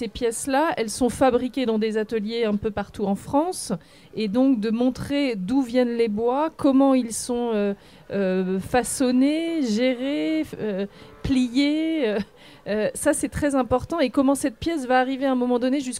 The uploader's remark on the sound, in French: En direct du Salon International du Patrimoine Culturel